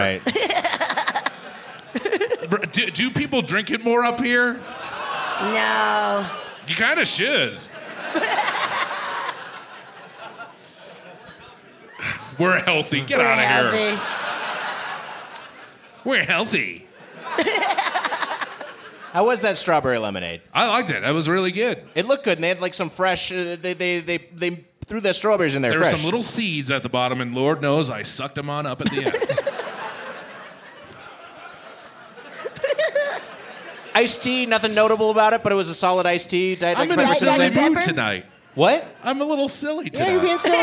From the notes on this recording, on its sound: Recorded live at Comedy Work South, Denver in the before times.